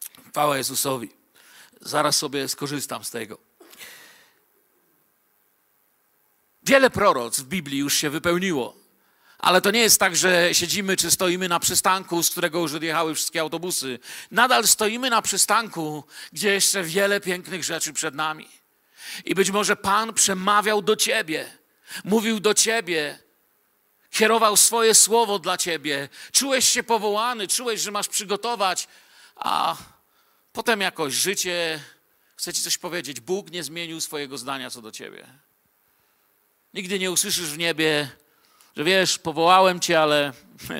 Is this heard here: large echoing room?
yes